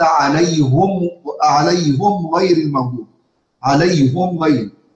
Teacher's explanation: قرأ حمزة بضم الهاء سواء وصلنا أو وقفنا